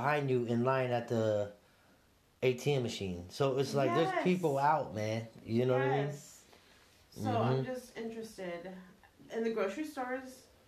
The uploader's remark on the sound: Sorry about the technical difficulties.